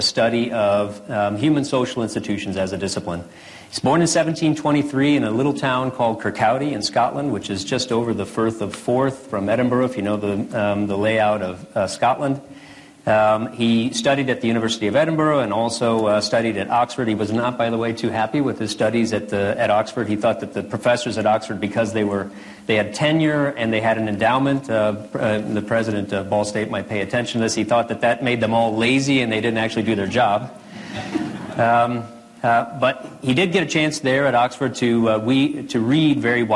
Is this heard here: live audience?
yes